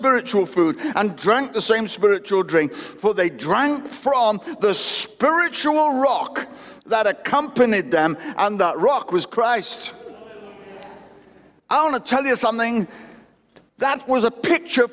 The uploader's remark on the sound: Recorded at Destiny Christian Church, Wakefield, UK WF1 4AF on the 25th July 2021.